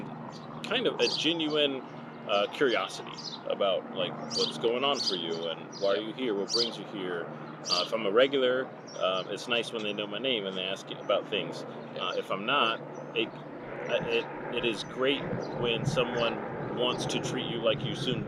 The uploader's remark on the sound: Join us at the Inner Harbor (sorry for the extra noise).